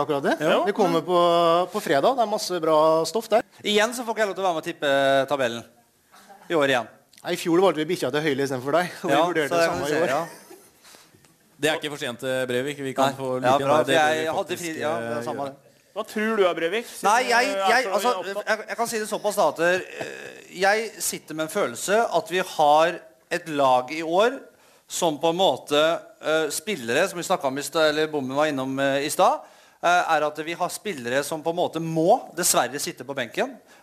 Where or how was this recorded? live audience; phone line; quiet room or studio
live audience